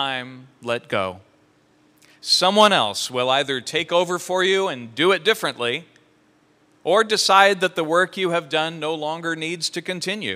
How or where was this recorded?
large echoing room